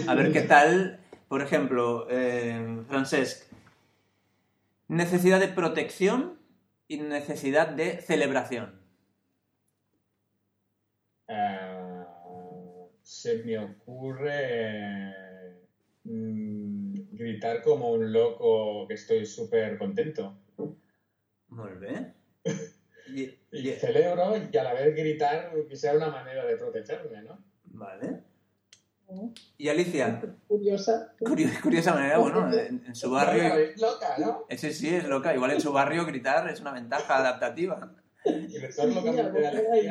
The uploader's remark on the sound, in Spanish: Audio de baja calidad